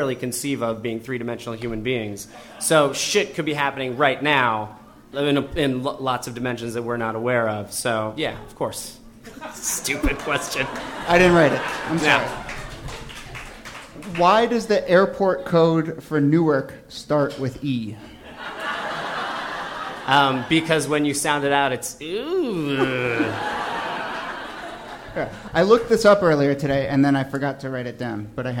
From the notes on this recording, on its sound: Ask Roulette is a conversation series in which strangers ask each other questions on stage. This excerpt is from our February event at Housing Works Bookstore in New York City.